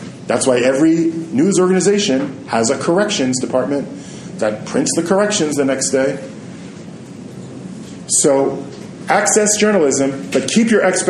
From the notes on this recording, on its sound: Recorded his class at Midreshet HaRova. Recorded live in a classroom, the sound quality may not be quite the same as usual. Repeated questions from students, so if you have trouble hearing them it will be made clear.